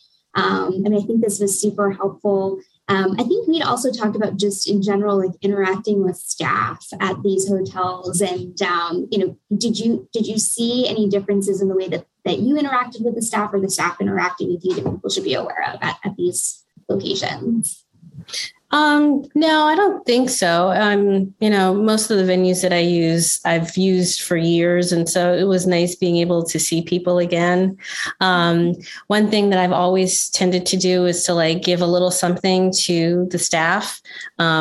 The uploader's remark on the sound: In this webinar recording